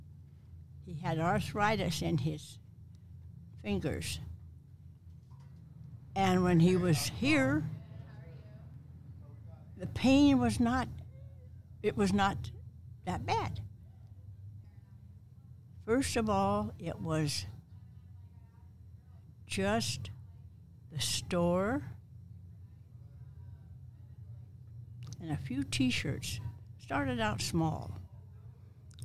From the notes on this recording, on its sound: It’s all live from Camp RZR. Welcome to Glamis.